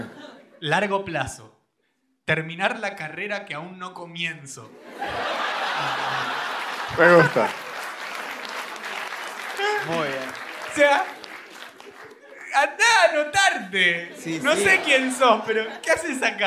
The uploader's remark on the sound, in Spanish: Un episodio grabado en vivo en el teatro picadero.